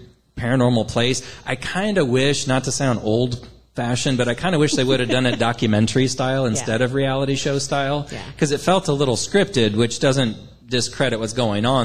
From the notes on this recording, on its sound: Live Podcast Event. In front of a live audience.